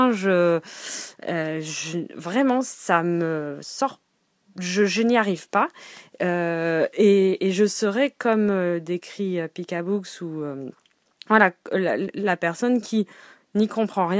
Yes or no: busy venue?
no